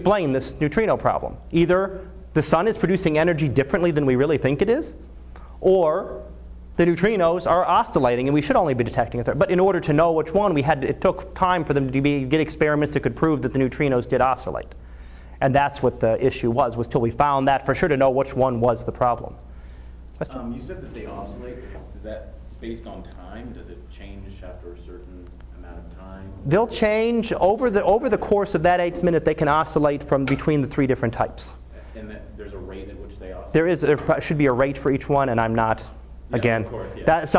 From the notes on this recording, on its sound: Live Class Lecture.